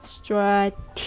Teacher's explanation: the word strategic has the stress on T instead of stra. So it's strategic.